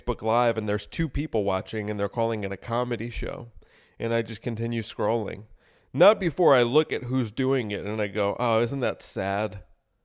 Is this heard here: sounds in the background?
no